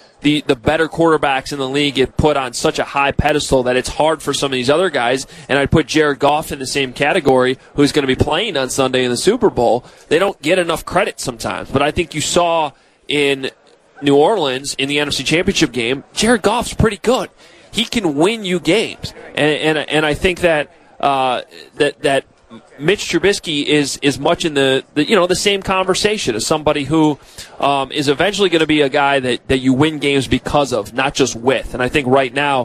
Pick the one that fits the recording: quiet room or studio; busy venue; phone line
busy venue